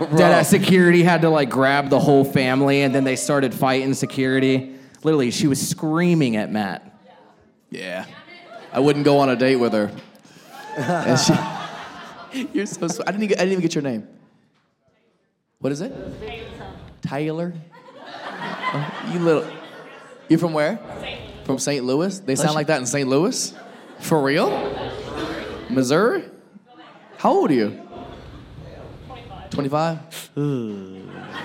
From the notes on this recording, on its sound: Live crowd work show. This episode was filmed in front of a live audience at a comedy club.